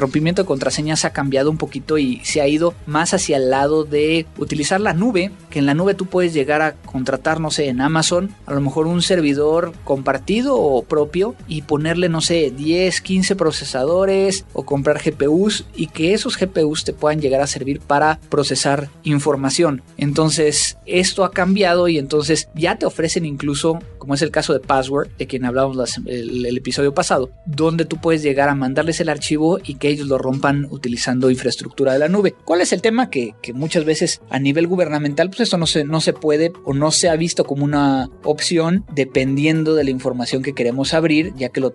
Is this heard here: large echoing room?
no